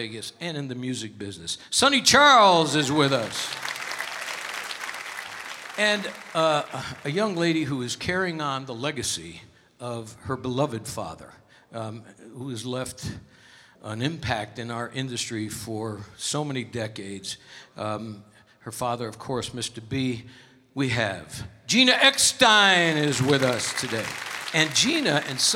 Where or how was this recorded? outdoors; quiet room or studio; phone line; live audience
live audience